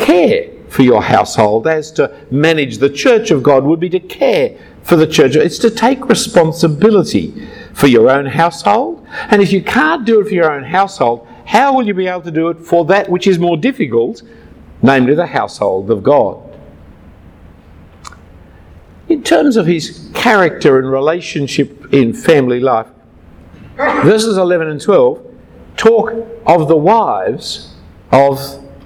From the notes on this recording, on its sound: A talk given at a Brisbane Ministry Conference in 2015.